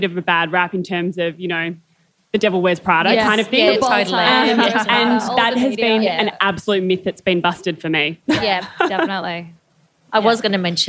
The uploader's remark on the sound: LIVE from AAFW. Live from Afterpay Australian Fashion Week.